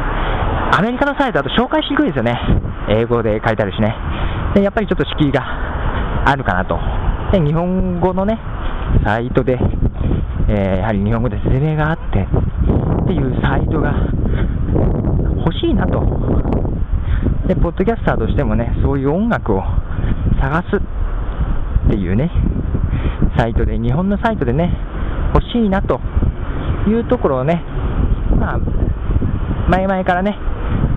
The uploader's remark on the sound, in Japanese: 最後に、番組スタイルとして、なぜにいつも外で録音かということを。